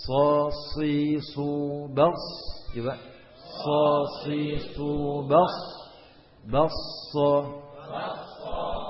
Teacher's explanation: Mengalir. Hamis. Suara mengalir. Rokhawa. Lidahnya terangkat. Isti'ala.